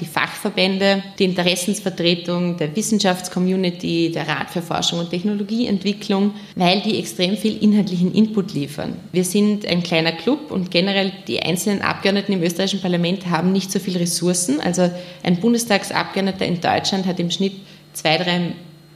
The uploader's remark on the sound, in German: Die Aufnahme des Podcasts fand am 24.03.2019 im Ateliertheater als Live-Aufnahme statt.